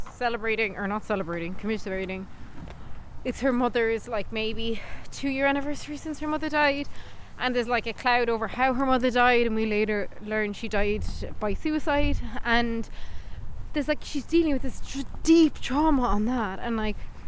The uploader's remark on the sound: We walk and talk